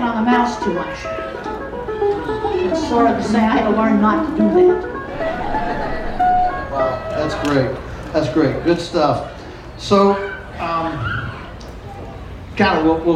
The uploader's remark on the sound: The interview was done at the Homestead Festival